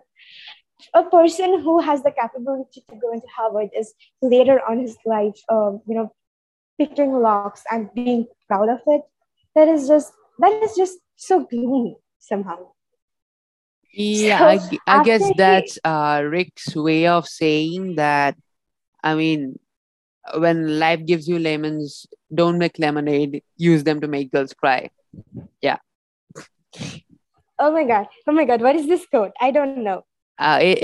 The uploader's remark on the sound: sorry for the glitchy audio